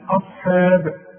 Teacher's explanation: احنا خدنا الهمزه انها دائما مرققه، الحاء دائما مرققه